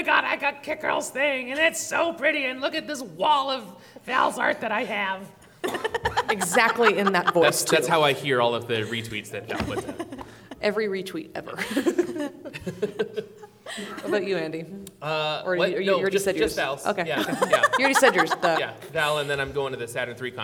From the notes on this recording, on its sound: Phoenix Fan Fusion LIVE. Live from Phoenix Fan Fusion 2019!